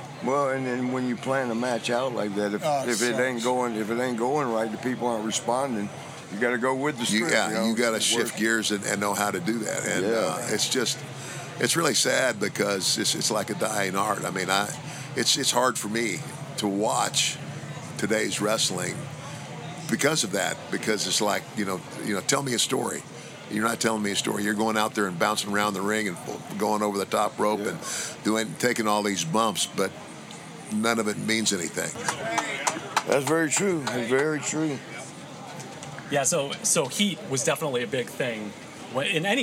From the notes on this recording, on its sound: Crusherfest 2023. The pod recorded live and on location at Crusherfest. The festival is all about honoring South Milwaukee's home town hero, Reginald Lisowski, better known as, DA CRUSHER! This Bi-Annual celebration has everything from wrestling, food trucks, live music, and even a polka mass on Sunday.